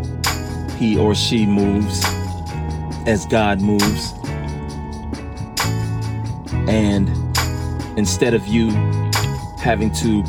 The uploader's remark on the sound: A moment of reflection/revelation while driving.